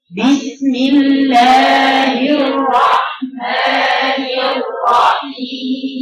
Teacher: الباء مقفول شفتين في الأول مكسورة وجهر · Term: الجهر